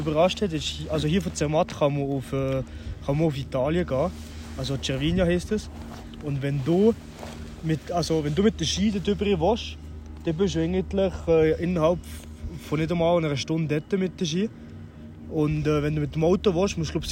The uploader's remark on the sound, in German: In unserem Winter-Special haben wir die Folge nicht im Studio aufgenommen, sondern am Pistenrand in Zermatt.